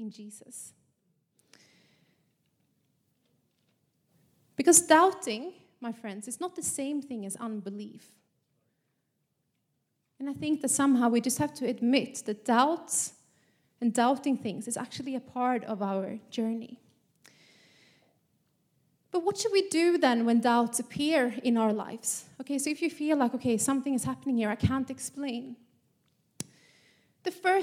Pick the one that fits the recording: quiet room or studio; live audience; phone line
live audience